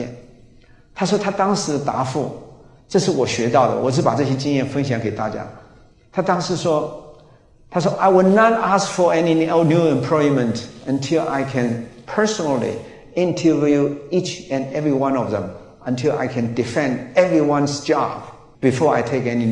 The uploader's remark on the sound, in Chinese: 高雄新書演講會現場錄音